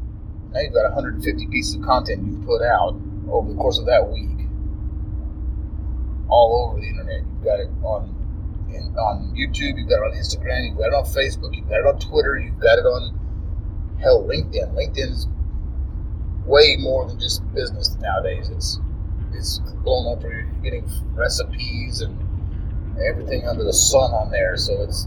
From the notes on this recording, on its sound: Sorry for the poor Audio quality on this one.